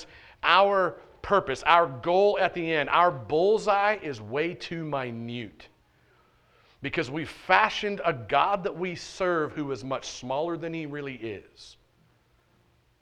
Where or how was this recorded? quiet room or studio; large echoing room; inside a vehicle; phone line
large echoing room